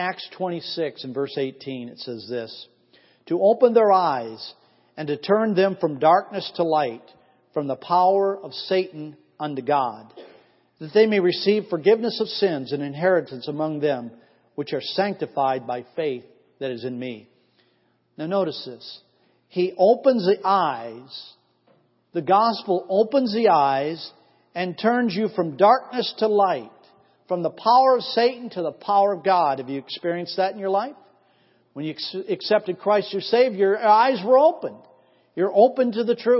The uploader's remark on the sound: Missions Conference 2014 Sunday AM Service